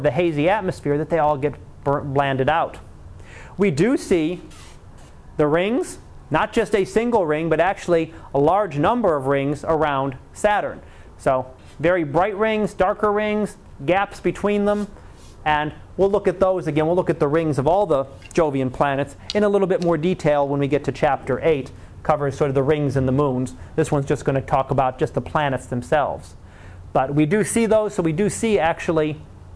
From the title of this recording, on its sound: Live Class Lecture